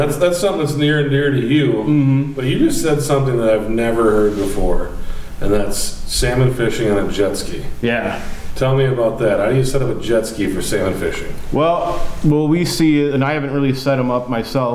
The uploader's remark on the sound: This is an excerpt from our roadshow we recorded in June.